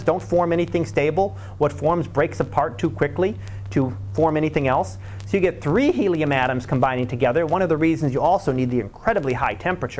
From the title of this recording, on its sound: Live Class Lecture